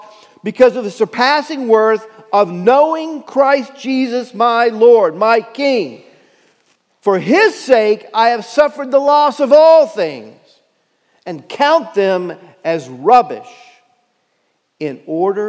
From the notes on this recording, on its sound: Message Preached at Valley Creek Church